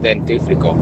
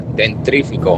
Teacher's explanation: nos sale a casi todos el sacar esa R detrás de la T · Shown in: second take